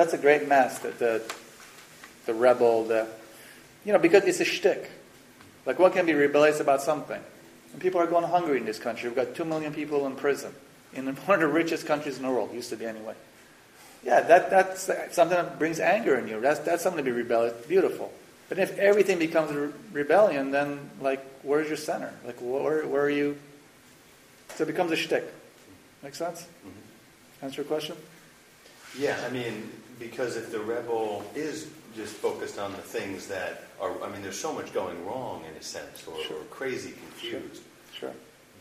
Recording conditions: poor sound quality